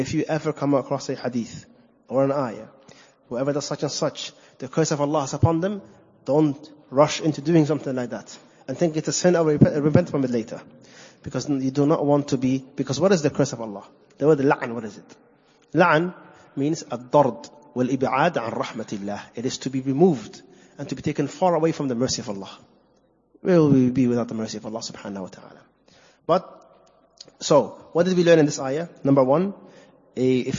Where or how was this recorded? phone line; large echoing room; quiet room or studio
large echoing room